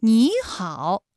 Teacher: 组合和三音节的三声组合的变调情况。首先我们来看一下双音节的三声组合啊，第一个音节的三声变成二声，比如说你好，这两个音节的实际声调啊都是三声，但是我们在说话的时候，第一个音节你它就变成二声了，也就是214加214直接演变成了35加214